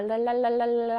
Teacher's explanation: 그래서 랄랄랄랄랄라 하면 혀양 옆으로 공기가 흘러가면서 리을 소리가 나게 되거든요. 그래서 유음이라고 생각하시면 되겠습니다.